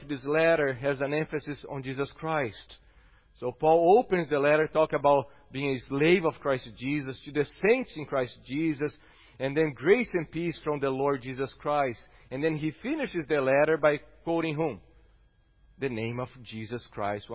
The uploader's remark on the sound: at Gracious Cross Reformed Church Salem